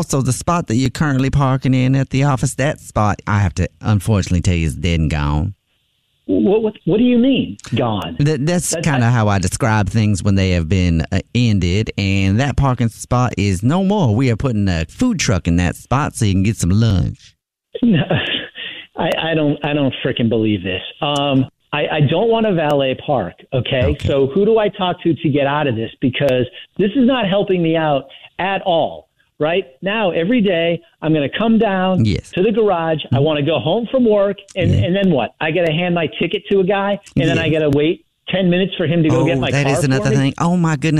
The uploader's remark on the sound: phone prank style